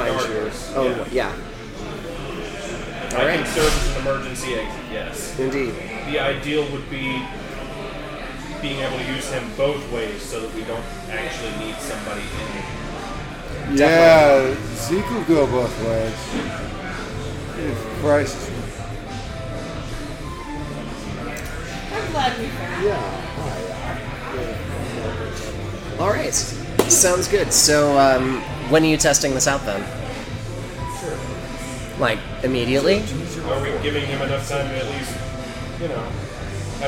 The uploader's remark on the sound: Note that this session was recorded at a local brewery, and on one of the EOR's old USB mics, so the quality isn't up to our usual standards.